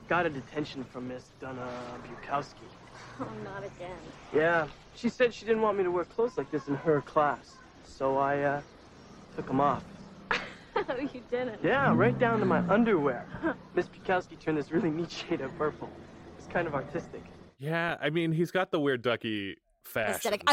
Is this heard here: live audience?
no